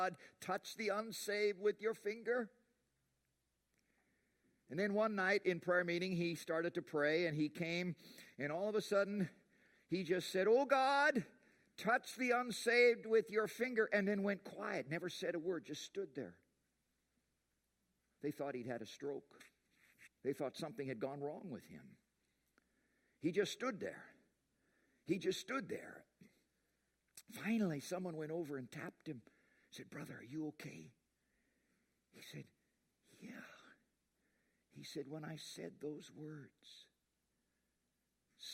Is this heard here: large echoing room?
yes